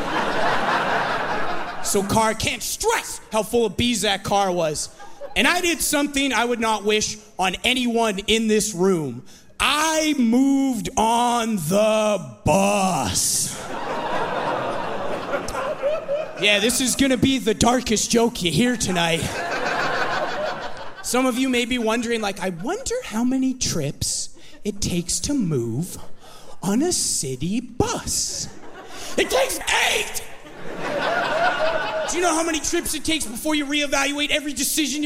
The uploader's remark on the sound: From the Winnipeg comedy festival